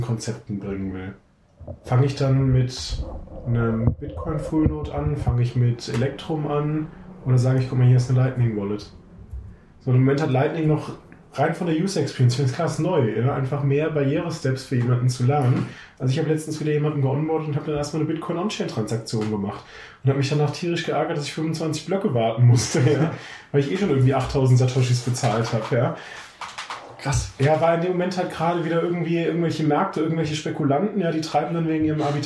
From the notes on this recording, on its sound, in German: Der Sound ist nicht brillant, aber akzeptabel, wenn man bedenkt, dass wir mobil und ohne Mega-Equipment fünf Leute gleichzeitig aufgenommen haben.